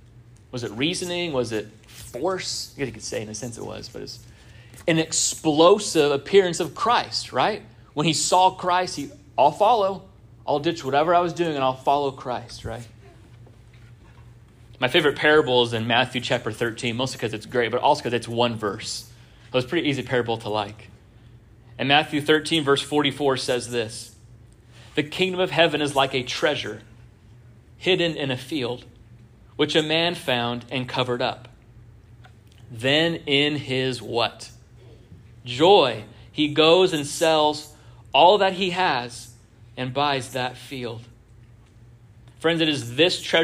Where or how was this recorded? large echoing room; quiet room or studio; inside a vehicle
large echoing room